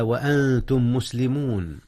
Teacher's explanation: ميم أنتم في ميم مسلمون، إدغام متماثلين